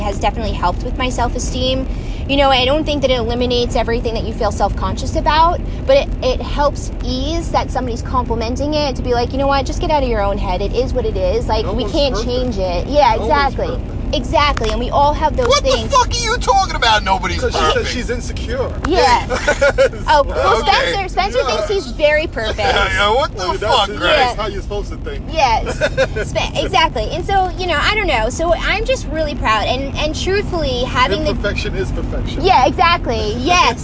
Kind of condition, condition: setting, inside a vehicle